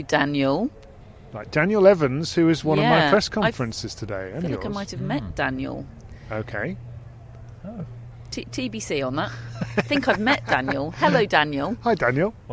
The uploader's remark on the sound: Live from Wimbledon - Media Day